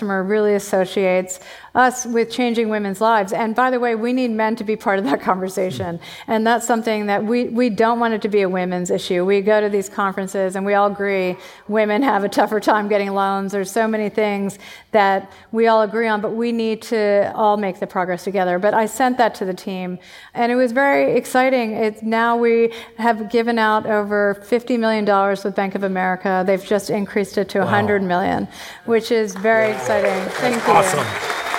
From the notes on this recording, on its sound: LIVE! In our live onstage interview. Live audience energy and great music make this first-ever event a fun listen.